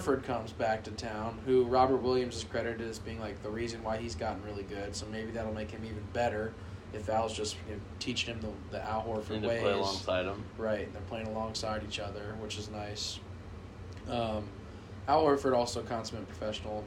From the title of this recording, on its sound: With Audio from TQL Stadium